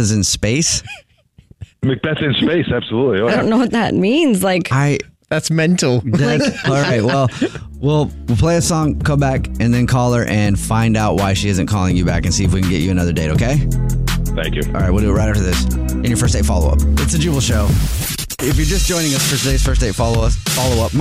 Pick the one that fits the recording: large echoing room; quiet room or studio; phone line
phone line